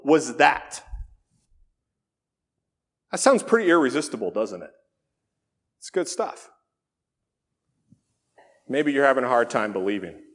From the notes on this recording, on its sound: This sermon was originally delivered at Faith Reformed Church in Lynden, WA on February 3, 2019.